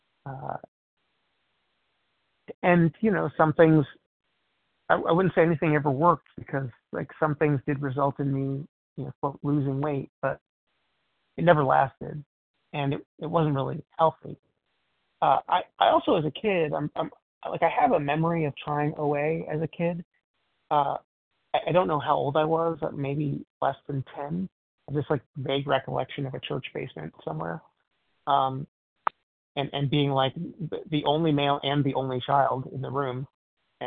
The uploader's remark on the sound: 100 Pounders Phone Meeting